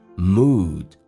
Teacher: good mood 后面是一个长元音的 oo，嘴巴凸出来